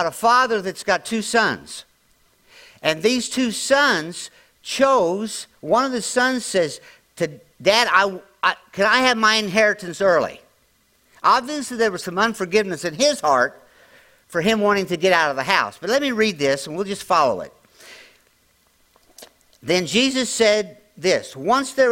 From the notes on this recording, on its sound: latest audio podcast from March 19, 2023 at Grace Church in Chester Illinois.